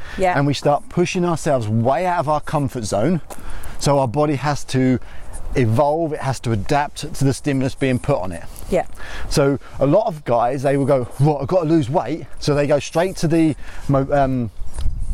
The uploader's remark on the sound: On todays walking podcast